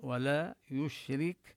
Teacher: والشين من له صفة التفشي، ينتشر الهواء